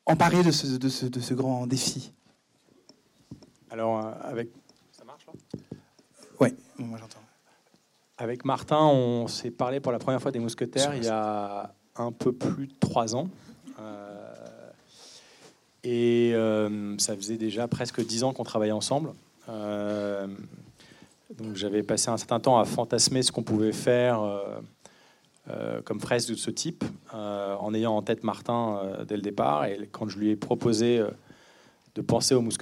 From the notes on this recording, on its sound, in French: Pour la troisième édition de CST Première, le rendez-vous des cinéphiles de la CST en partenariat avec le Publiciscinémas - Paris.